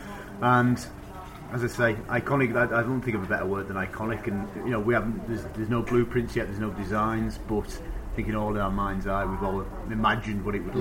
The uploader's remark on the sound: From the Bramley Moore pub, opposite the North Docks site where the stadium will be built.